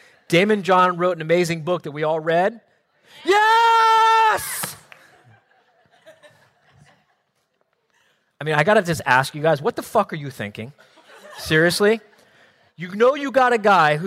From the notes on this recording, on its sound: Live Quarterly Meeting in October 2017